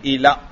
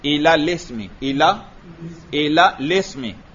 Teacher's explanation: اور لام دو ساکن اکٹھے ہو گئے اور ان میں سے اول الف جو ہے وہ حرف مدہ ہے تو وہ گر جائے گا